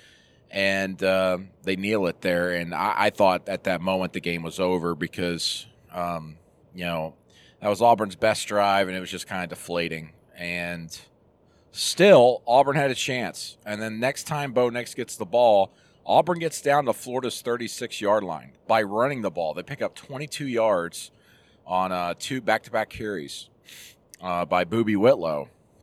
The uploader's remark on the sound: Jumps on the horn while driving back to Auburn.